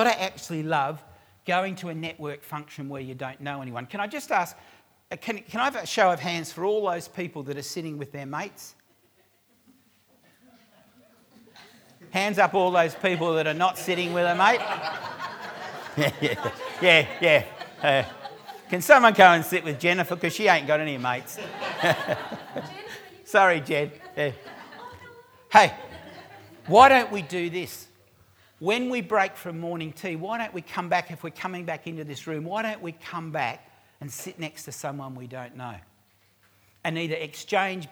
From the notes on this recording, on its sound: Recorded live at REBar Camp 2018.